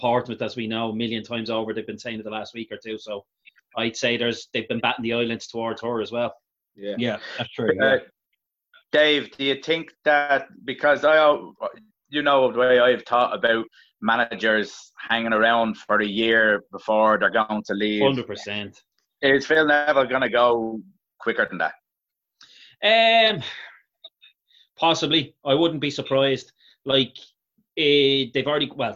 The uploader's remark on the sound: Zoom Show